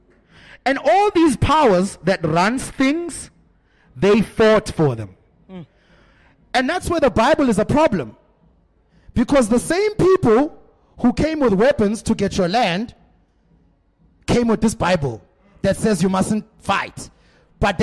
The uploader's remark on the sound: With a live audience from The Little Fox, Newtown.